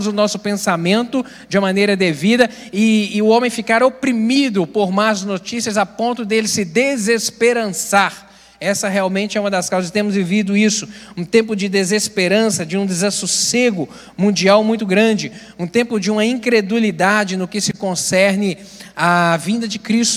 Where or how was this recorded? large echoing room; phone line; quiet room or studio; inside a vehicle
large echoing room